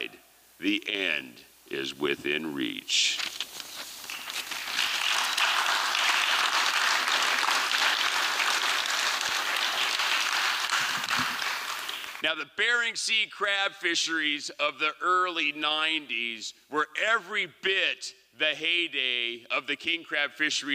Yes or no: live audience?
yes